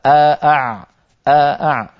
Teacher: إن حرف العين قريب المخرج من الهمزة